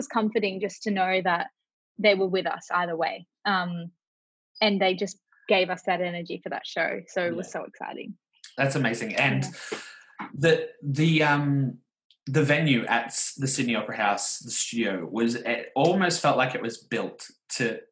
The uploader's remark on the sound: I did have some tech issues during this episode o the audio quality isn't 100%!